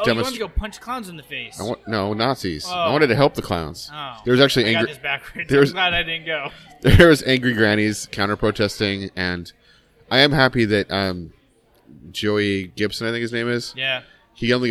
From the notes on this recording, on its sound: This week we are live again from another local tap house.